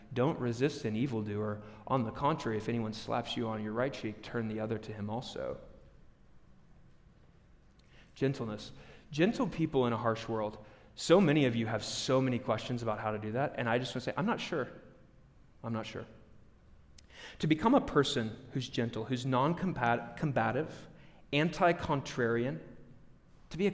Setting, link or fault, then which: setting, live audience